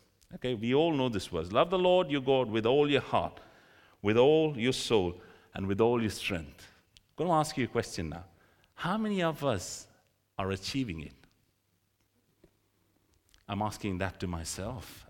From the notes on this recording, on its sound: This sermon was recorded on Sunday 21st January 2024 at our Great Denham venue.